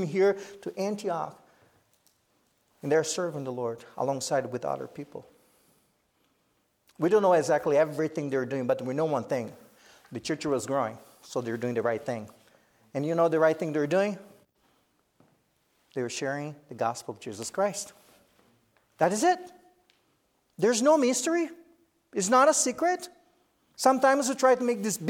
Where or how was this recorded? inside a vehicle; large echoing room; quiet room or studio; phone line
large echoing room